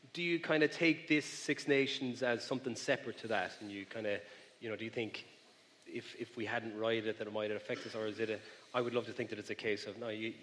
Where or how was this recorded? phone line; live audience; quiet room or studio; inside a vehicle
live audience